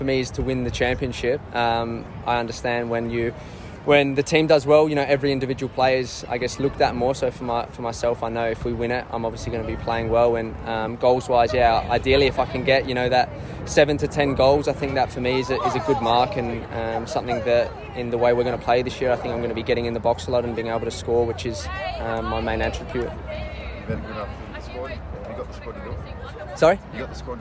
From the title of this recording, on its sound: Fans' Day | Press Conference